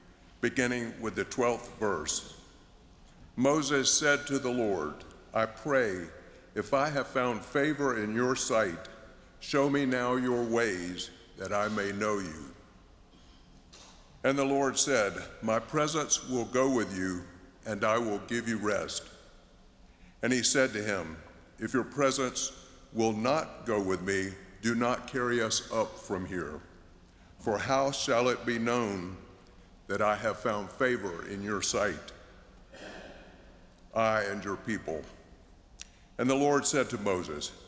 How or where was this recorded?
large echoing room